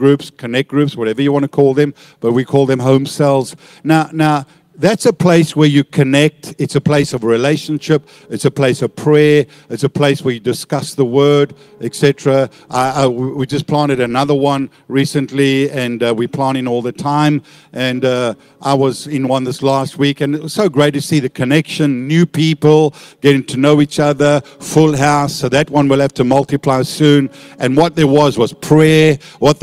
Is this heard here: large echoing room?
yes